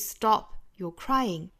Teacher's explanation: 那中间的这个 you 一般来说就要弱读下来了，因为前后两个都是实词，那 you 弱读下来它的节奏就应该是 da da da stop your crying 这样的节奏，所以我们不能够三个词都重读，不能是 stop your crying 而是